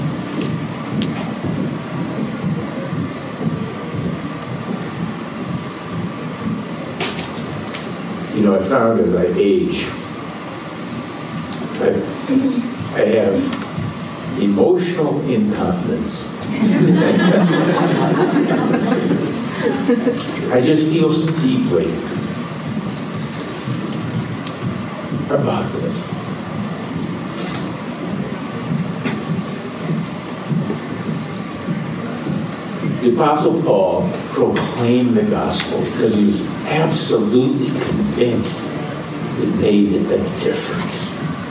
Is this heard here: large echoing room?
yes